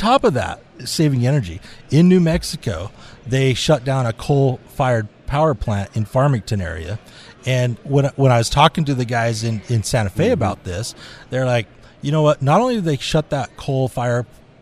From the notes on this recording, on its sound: Live from Winter Fire School in St George, Utah